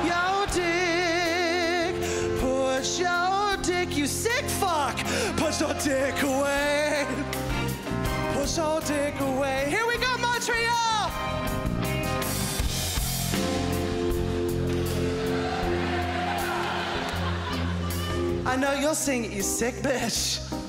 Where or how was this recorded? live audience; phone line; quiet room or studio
live audience